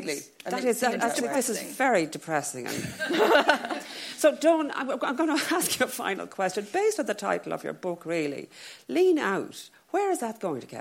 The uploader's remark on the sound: As part of the Mountains to Sea book festival’s International Women’s Day event at the LexIcon in Dun Laoghaire.